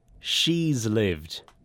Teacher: Instead of has, lots of English speakers say, z. · Term: z contraction